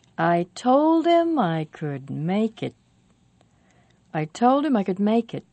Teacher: make it is the last important word, so it goes up. It is the last word, so it goes down.